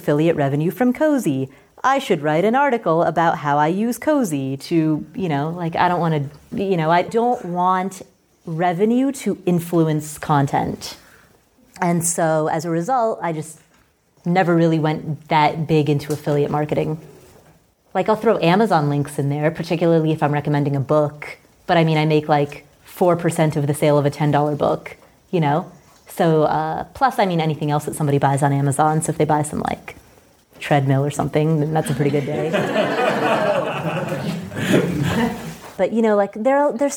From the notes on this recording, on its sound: Instead of interviewing a guest, this podcast episode is a recording of a recent talk I gave in Equador.